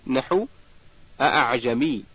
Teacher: الهمزة المسهلة بين أي التي ينطق بها بين الهمزة والألف